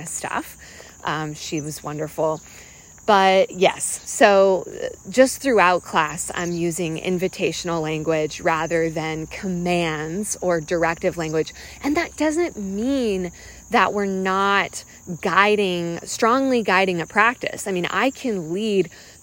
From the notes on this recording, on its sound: I’m talking off the cuff while walking outside